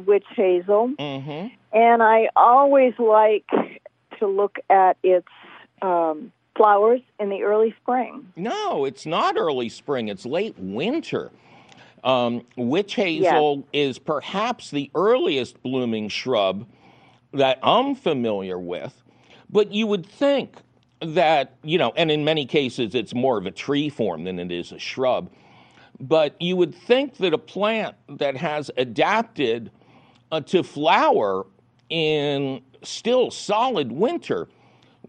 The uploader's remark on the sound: your Fabulous Phone Calls!